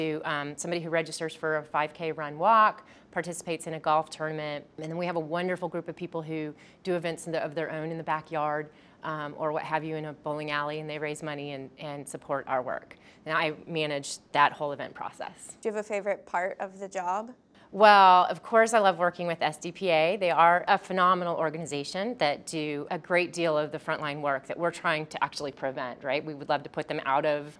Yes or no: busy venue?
yes